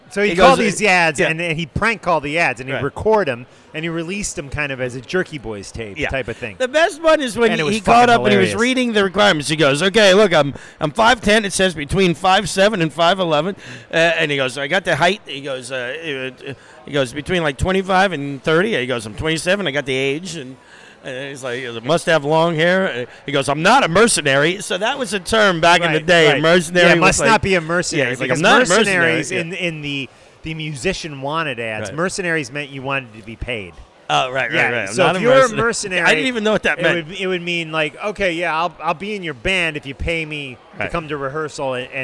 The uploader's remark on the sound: This interview was recorded at Heavy Montreal.